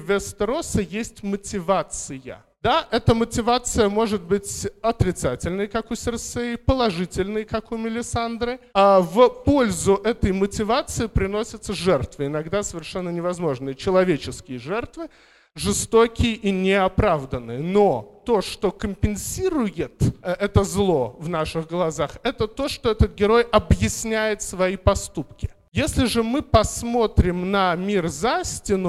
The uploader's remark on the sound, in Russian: Запись доклада с первой в Москве научно-популярной конференции по «Игре престолов» при поддержке благотворительного фонда «Предание» и агентства исторических проектов «Ратоборцы».